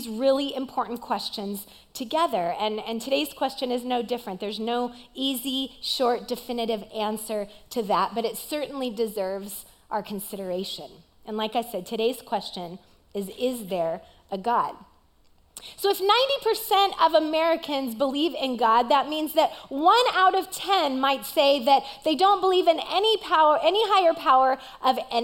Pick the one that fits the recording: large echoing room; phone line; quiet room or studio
large echoing room